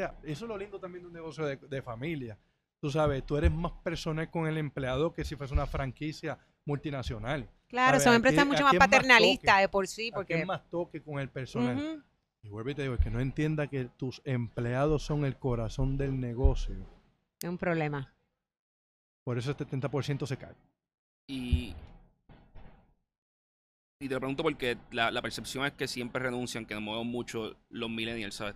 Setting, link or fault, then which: setting, busy venue